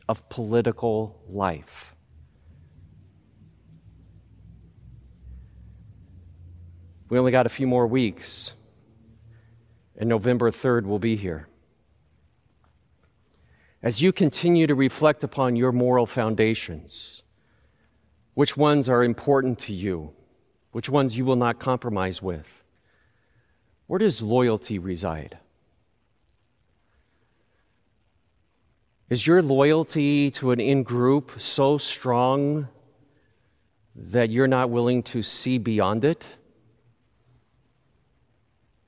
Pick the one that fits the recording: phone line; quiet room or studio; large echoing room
large echoing room